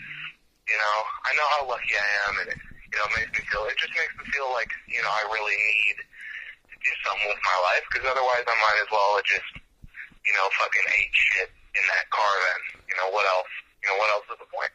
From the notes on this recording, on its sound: This is a call in from Spokane Washington